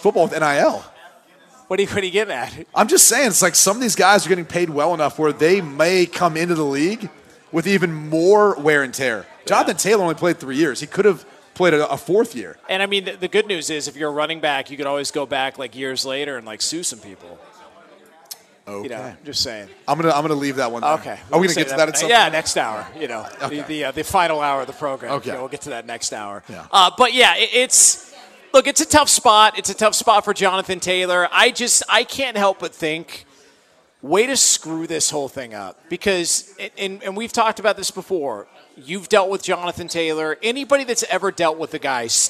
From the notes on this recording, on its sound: LIVE from Dublin, Ireland for the Aer Lingus College Football Classic